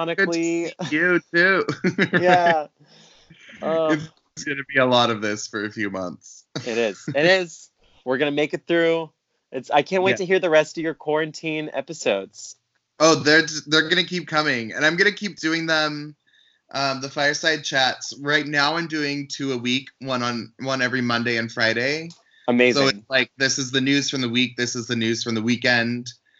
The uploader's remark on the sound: During quarantine, all episodes will be recorded via Skype. Please be kind as we figure out how best to implement this technology and provide the best sound quality for you.